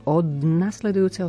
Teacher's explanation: Od nasledujúceho prispôsobujeme. Nevyslovíme ani d, len to N je dominantné.